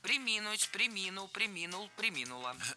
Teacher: Ударение в этом глаголе падает на второй слог. Причем всегда, во всех формах.